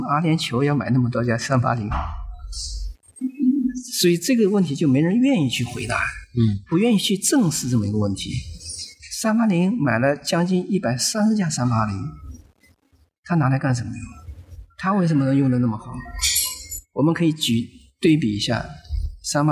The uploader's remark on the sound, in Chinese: 节目录制于2019年2月于咖啡馆包间录制，有些环境音被采集，请谅解